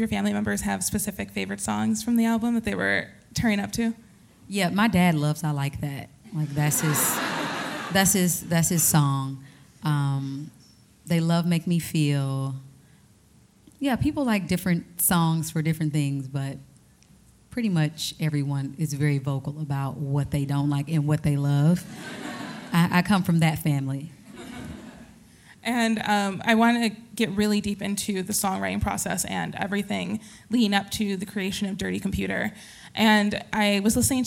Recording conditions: live audience